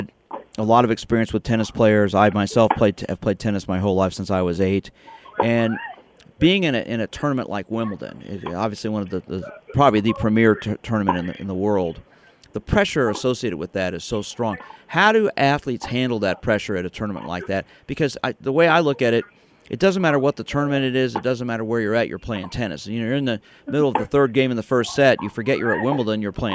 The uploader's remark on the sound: LIVE from Wimbledon